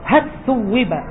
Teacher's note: أدغم اللام في الثاء · Term: الإدغام